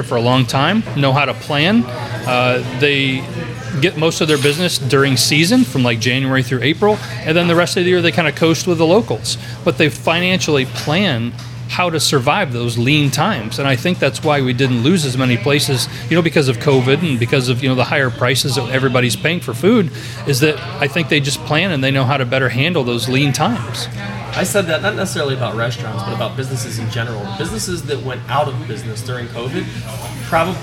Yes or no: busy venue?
yes